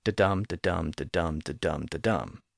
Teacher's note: In fact, many of the lines are composed in iambic pentameter. That was the alternating stress pattern that resembled five heartbeats per line.